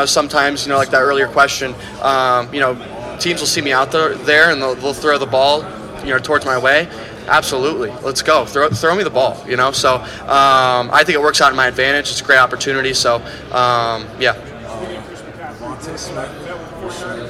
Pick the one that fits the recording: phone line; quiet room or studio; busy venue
busy venue